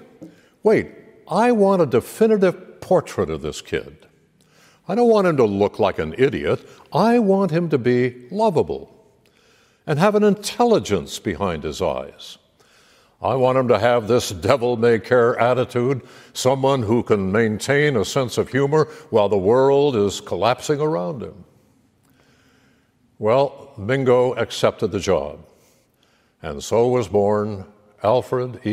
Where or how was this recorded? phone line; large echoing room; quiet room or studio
large echoing room